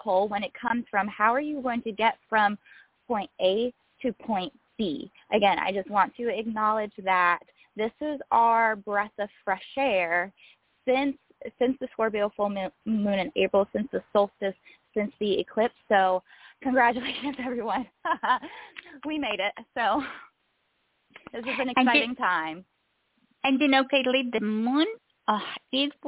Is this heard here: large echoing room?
no